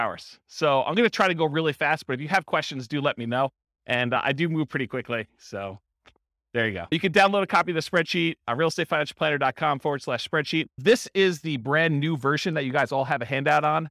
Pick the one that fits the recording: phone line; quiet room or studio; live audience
live audience